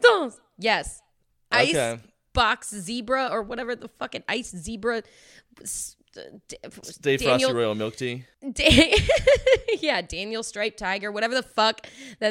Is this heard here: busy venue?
no